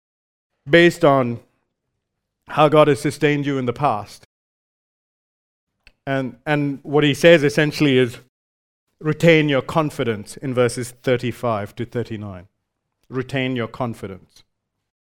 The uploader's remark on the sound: Recorded live at Grace Community Bible Church.